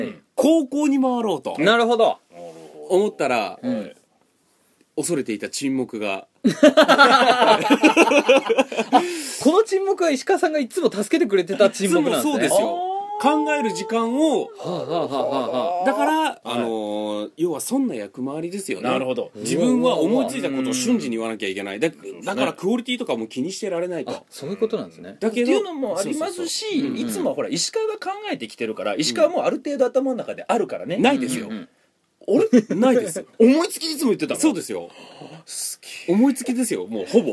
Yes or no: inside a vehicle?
no